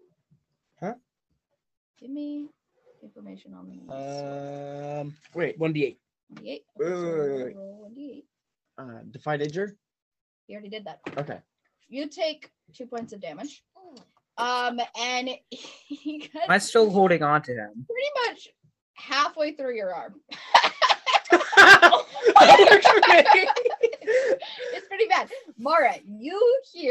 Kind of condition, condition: fault, poor sound quality